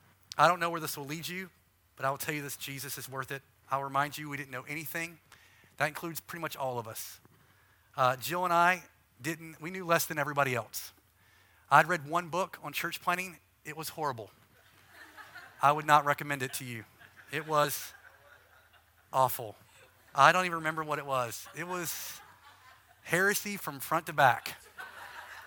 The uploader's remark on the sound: Session 5 from the Advance North America Conference at Southlands Church in Brea, CA.